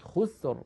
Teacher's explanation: طيب إذا كان مضموم الآية التي بعدها إن الإنسان لفي خسر، لاحظوا كلمة خسر، الراء ساكنة، قبلها ساكن، وقبله مضموم وهو الخاء، إذا أيضا نفخمها